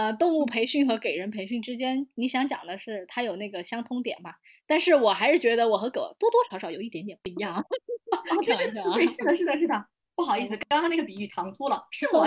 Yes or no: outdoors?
no